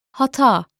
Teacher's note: The Turkish h is never silent, as sometimes happens with h in English.